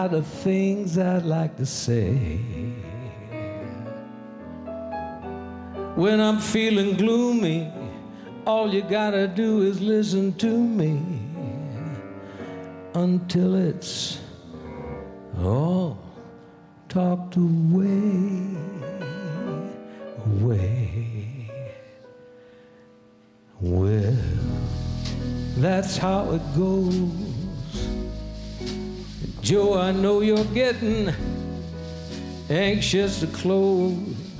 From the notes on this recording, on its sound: Live at the South Point Casino